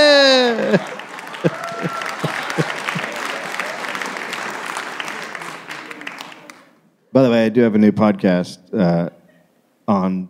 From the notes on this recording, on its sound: Recoded live in Columbus, Ohio.